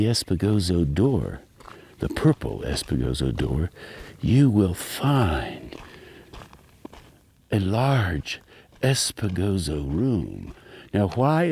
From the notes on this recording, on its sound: This piece emerged while I was walking down a dirt road with my recorder on, just in case.